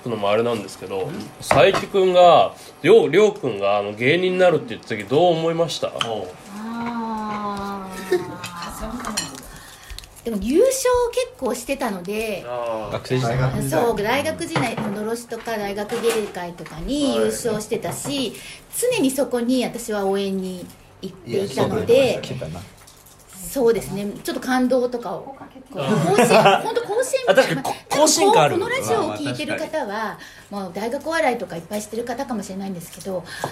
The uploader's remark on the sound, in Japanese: 正月の集まりに混ざって収録しよう